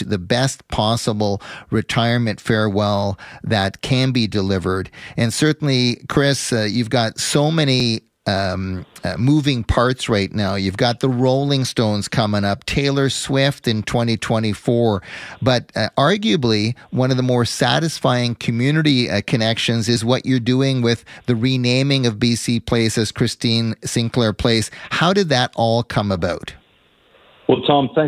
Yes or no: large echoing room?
no